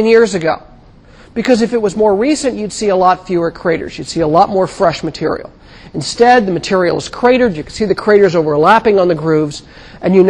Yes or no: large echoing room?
yes